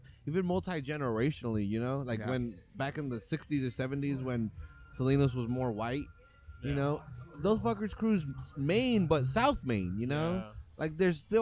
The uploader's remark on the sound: This episode was recorded at the Salinas Sports Complex during they Street Low Car Show and the weather could not have been better.